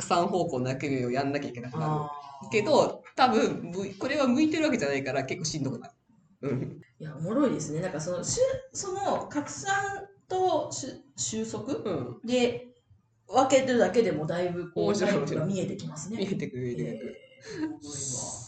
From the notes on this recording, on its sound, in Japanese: 今月音質が非常に悪いです！すみません！